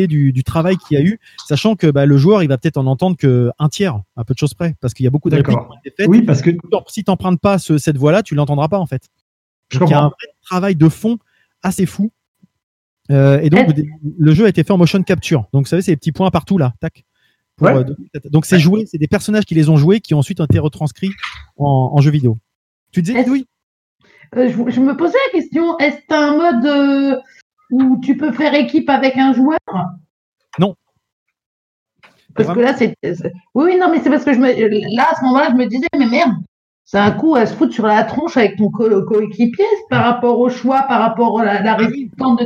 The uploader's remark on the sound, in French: En enregistrant une émission de l’EntrePod à distance. L’équipe quasi complète était réunie avec les moyens du bord (et grâce à la technologie). On vous prie par avance de nous excuser pour la qualité sonore.